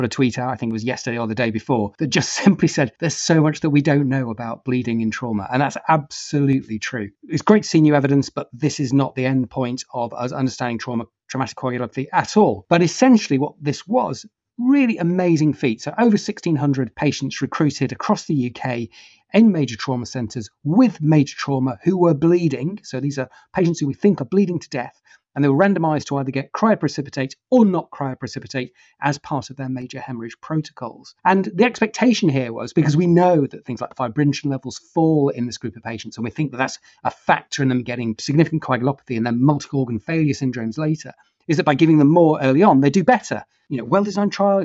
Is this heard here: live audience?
no